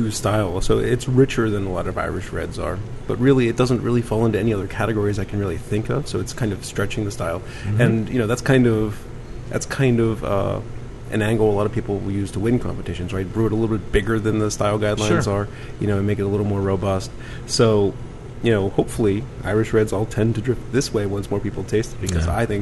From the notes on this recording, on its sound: Recorded at Hough's in Pittsburgh